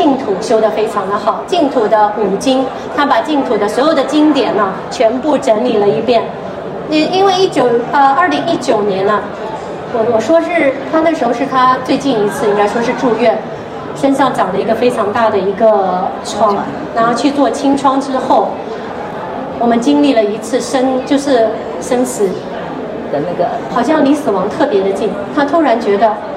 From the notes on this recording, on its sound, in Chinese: 在2023台北國際書展座談會上。在佛光山攤位舞台上。